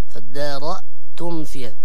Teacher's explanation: وإذ قتلتم نفسا فادارأتم، الهمزة التي بعد الراء لا تتفخم · Term: مرققة